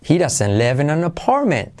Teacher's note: Acentuamos live in apartment.